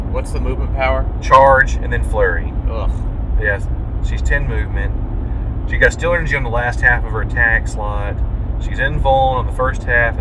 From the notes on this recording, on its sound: Note this EP was recorded in a moving vehicle, audio was the best we could do.